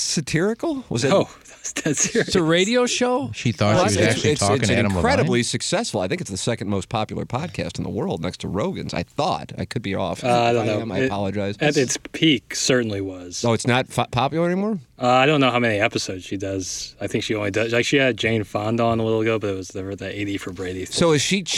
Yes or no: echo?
no